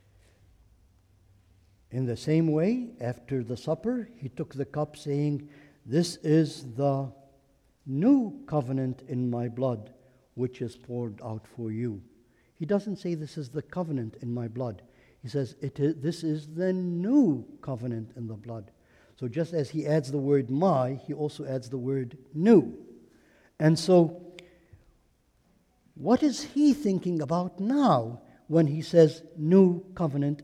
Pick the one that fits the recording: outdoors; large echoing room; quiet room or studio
large echoing room